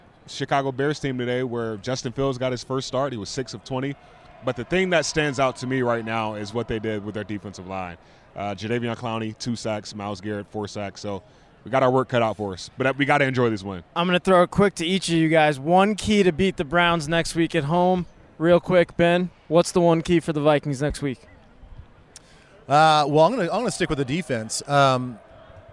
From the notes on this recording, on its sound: Bank Stadium live from the Vikings sideline after the game.